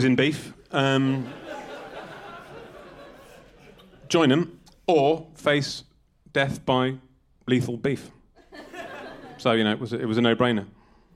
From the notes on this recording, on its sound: an edited recording of a live show performed at the annual British Beefman’s Luncheon at the London Agriculture Festival